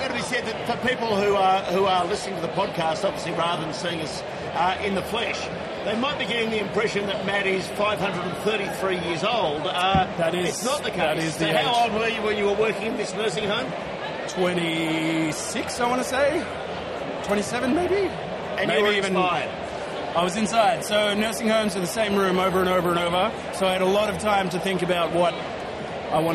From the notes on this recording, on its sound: It's the second episode we recorded at the 2023 Williamstown Beer & Cider Festival. It's a live recording so there's a bit of background noise.